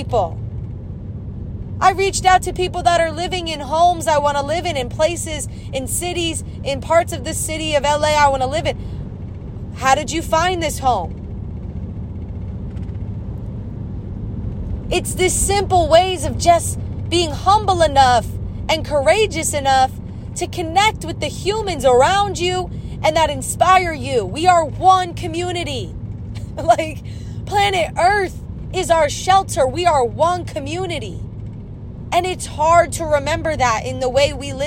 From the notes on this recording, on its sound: I recorded this on my iPhone using my voice memos so it's noisy and filled with long pauses and repeated thoughts.